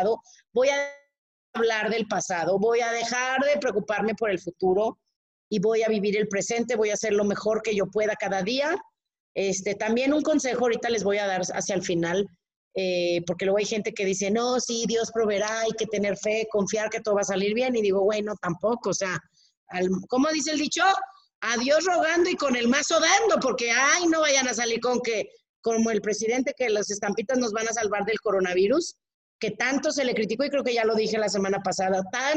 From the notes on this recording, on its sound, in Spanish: platicamos con los que entraron al zoom